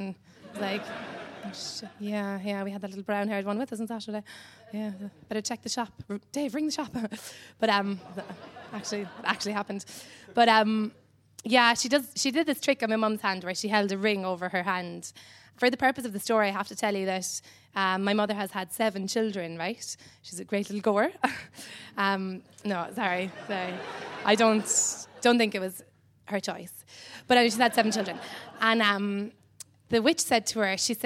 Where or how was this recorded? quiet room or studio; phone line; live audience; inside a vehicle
live audience